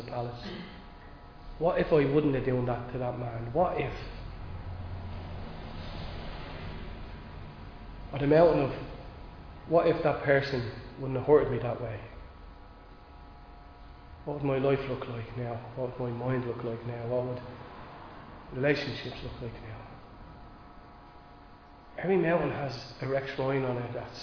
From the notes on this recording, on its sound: Recorded live in Liberty Church